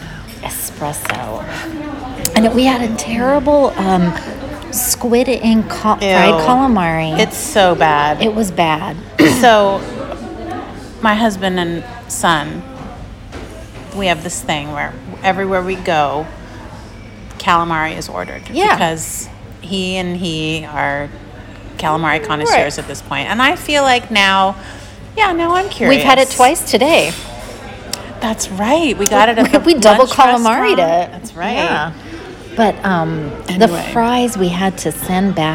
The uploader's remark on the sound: We’re back and broadcasting live from the Lodge at Pebble Beach celebrating our birthday boo and dishing on the latest celeb gossip!